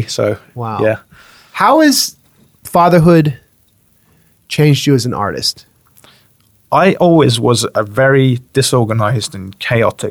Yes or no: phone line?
no